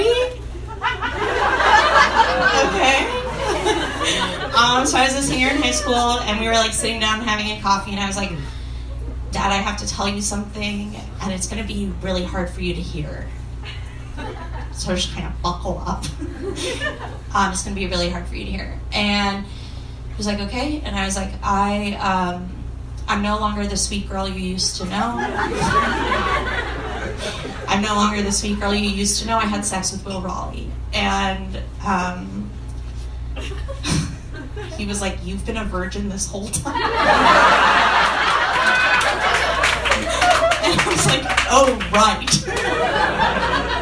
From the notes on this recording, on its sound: This week’s episode features two live stories.